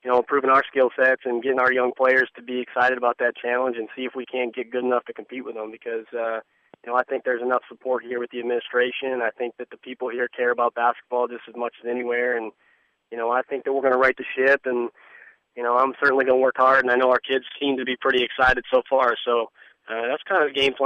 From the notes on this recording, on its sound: talks by telephone